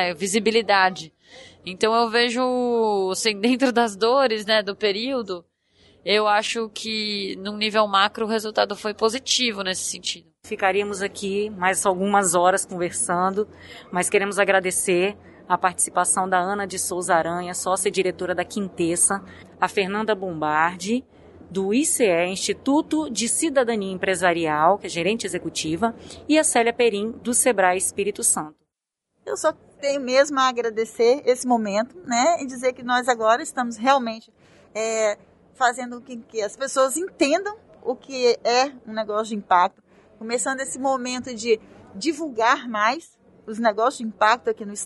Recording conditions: busy venue